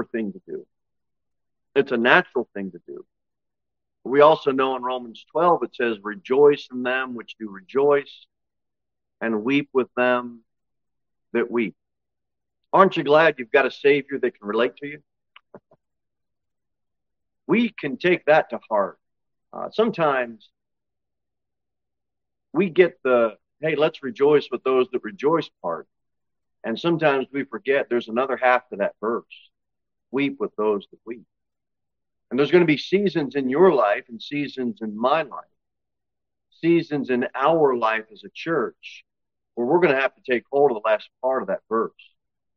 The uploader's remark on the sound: Sermon delivered at Pilgrim Baptist Church on Sunday, August 20, 2023, at 10-00 am. Cookeville, TN 38501.